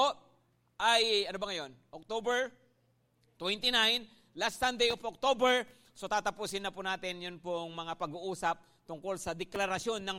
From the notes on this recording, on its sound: at Grace Testament Church's 5:00pm service